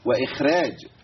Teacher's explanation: ورش له ايه؟ له ترقيق الراء، فالخاء نزلت لمرتبتها